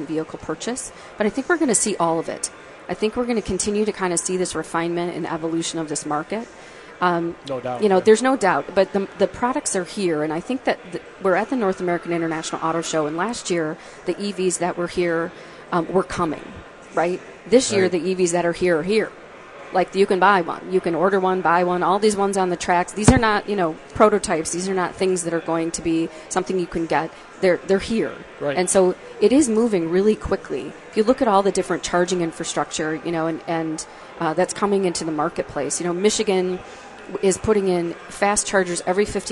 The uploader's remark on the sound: The guys are live from the Detroit Auto Show.